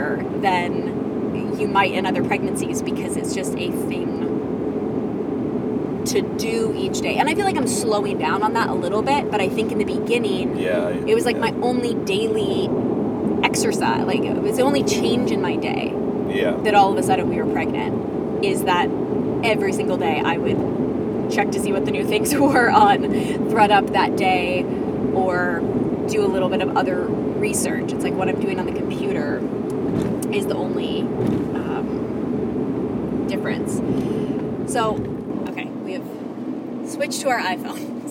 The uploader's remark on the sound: Roadtrip chat. We get lost, have to change audio sources halfway through.